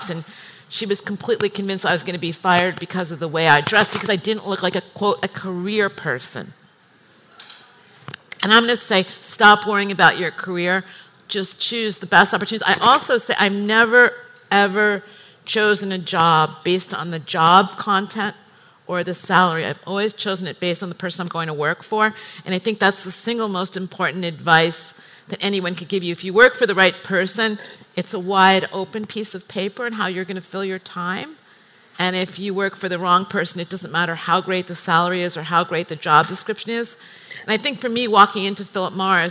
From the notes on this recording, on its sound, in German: live vom Emotion Women´s Day 2019